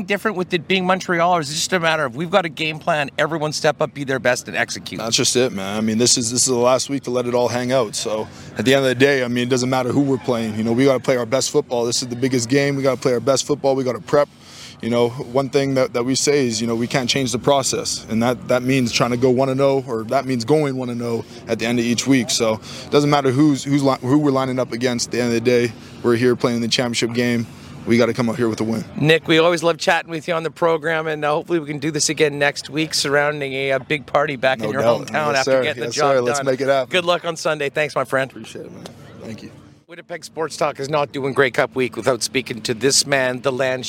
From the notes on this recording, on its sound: LIVE at the 110th Grey Cup in Hamilton